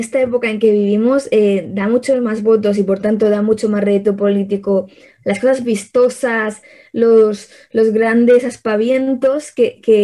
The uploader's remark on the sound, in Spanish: mesa de debate virtual